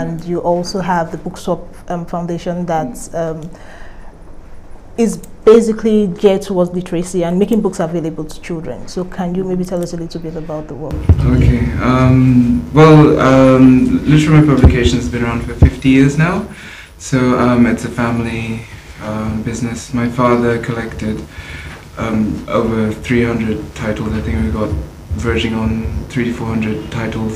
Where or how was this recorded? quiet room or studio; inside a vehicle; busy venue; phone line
busy venue